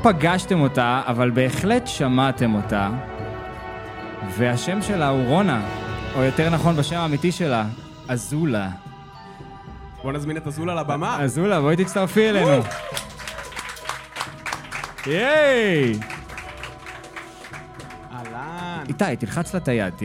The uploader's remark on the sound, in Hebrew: הפרק הזה הוקלט בקולנוע קנדה מול קהל חיי